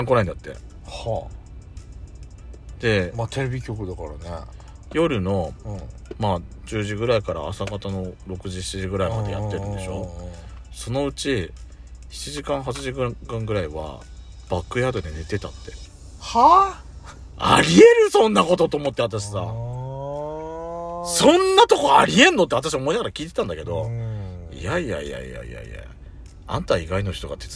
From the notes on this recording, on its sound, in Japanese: パーキング収録